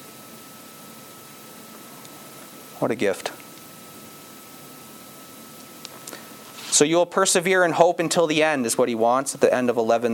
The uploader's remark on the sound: This sermon was preached at on October 9, 2022, at Campbell Baptist Church, Windsor, ON.